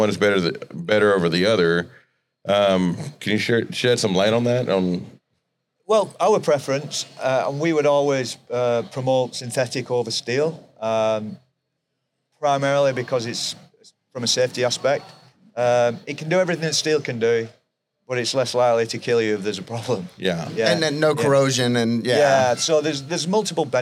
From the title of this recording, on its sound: LIVE FROM NATDA